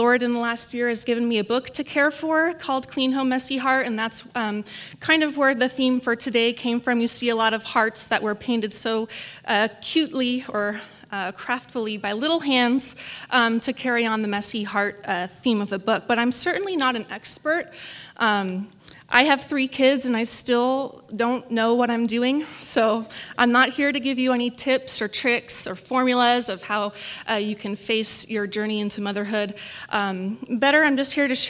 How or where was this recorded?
live audience